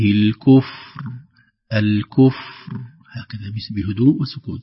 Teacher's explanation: ينبغي علينا أن نعتني بالفاء حتى لا يحدث لها قلقل. نقول: ولا يرضى لعباده الكفر، الكفر هكذا بهدوء وسكون.